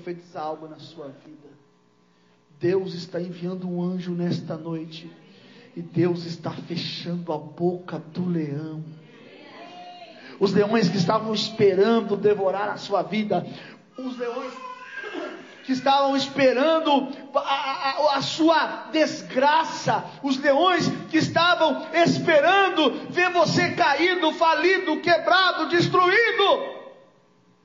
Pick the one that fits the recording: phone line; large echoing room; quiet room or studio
large echoing room